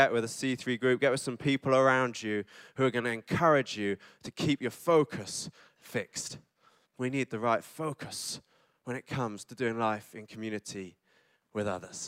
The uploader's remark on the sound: Recorded live on Sunday 29 December at C3 Church Cambridge